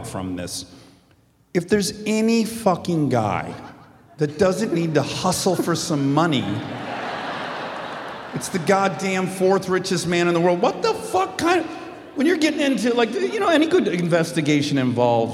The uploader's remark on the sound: Armchaired & Dangerous Live from Seattle at the Paramount Theater.